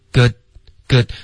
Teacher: good 结尾舌尖顶上颚